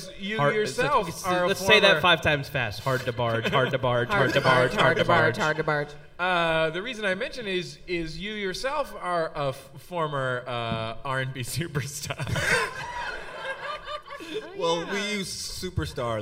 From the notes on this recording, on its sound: live on stage at MaxFunCon East